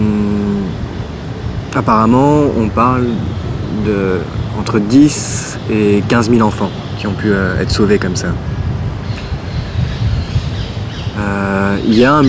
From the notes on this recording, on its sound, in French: Dans un parc de Bruxelles